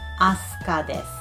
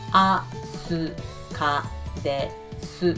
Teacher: Did you notice there are two silent oo sounds? · Shown in: first take